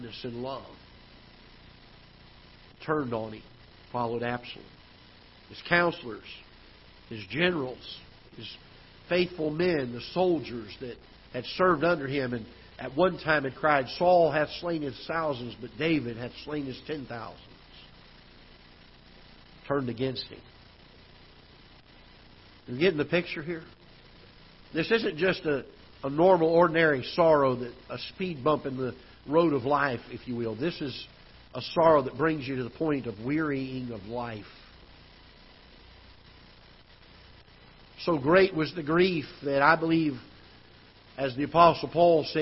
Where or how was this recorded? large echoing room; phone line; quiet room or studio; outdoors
large echoing room